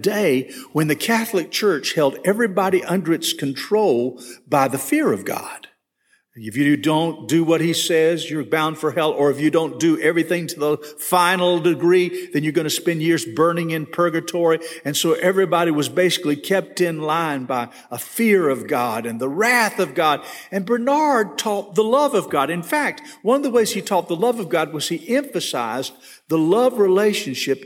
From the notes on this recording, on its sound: This session was recorded at First Baptist Church Hendersonville, NC on March 23, 2022.